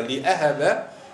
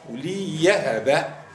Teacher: تبدل الهمزة معناها ياء مفتوحة · Shown in: second take · Term: الإبدال